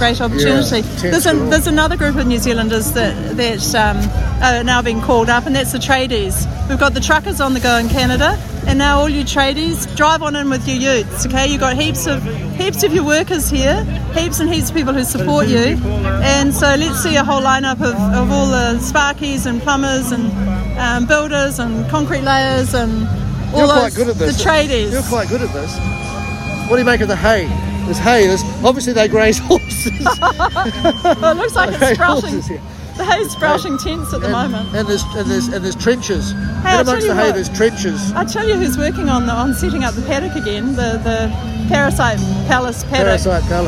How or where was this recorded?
outdoors